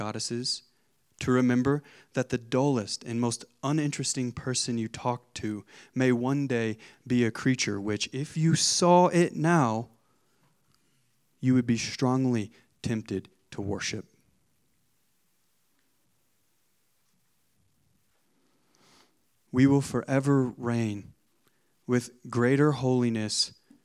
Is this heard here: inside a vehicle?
no